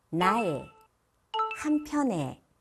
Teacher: 조사일 때는 에로 하시면 자연스럽고요.